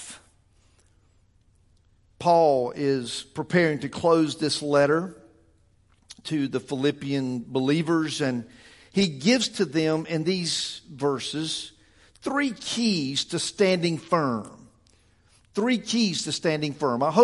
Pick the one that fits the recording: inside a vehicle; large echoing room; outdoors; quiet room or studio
large echoing room